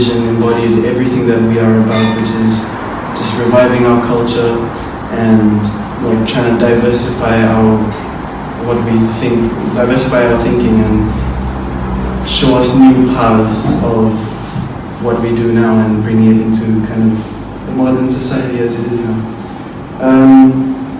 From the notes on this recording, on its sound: Recorded live at BackDock Arts in Brisbane, Australia's Fortitude Valley. The Story Chunder is a live event where storytellers share unbelievably true stories from their lives.